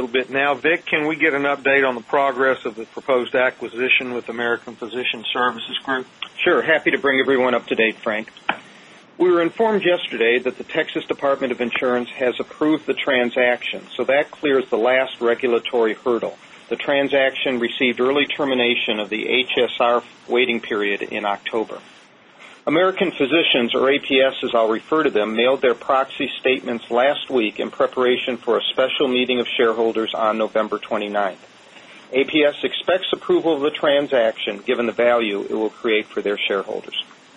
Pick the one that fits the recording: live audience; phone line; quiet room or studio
phone line